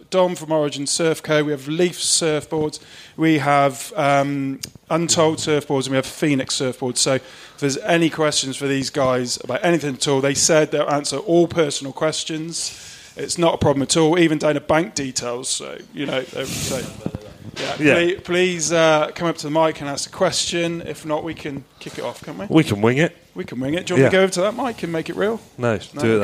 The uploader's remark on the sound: On this episode we host a Q&A at the Bristol Surf Expo.